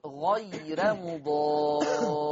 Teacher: عندنا بقى في اللوحة الأخيرة في حلقة اليوم ترقيق الراء لورش في لفظ غير مضار. غير ترقق الراء لورش، لماذا؟ لأنها مفتوحة ومسبوقة بياء لينة